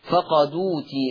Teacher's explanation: هحرك الدال بحركة الهمزة، فالمحصلة تبقى دال مضمومة، دال مضمومة، وما ننساش ان فيها بدل او بدل، فهيبقى النقل مع 3 البدل، هتبقى فقدوتي، فقدوتي مع 3 البدل، مع 3 البدل.